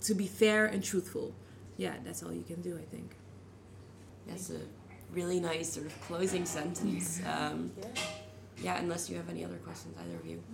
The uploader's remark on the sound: Live at Night of Arts and Sciences